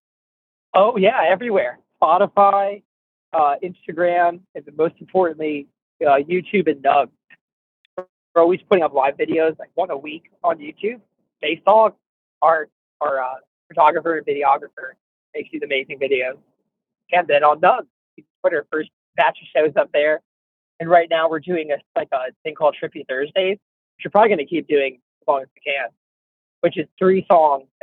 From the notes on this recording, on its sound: In a phone interview